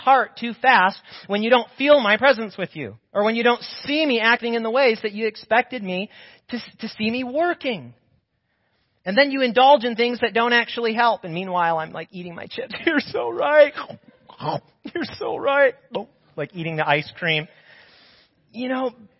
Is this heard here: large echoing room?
yes